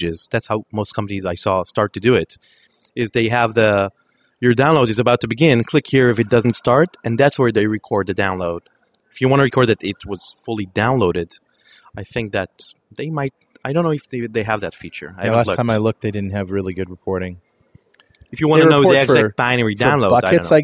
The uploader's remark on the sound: Recorded June 17th in the Fishbowl at the Norwegian Developer's Conference.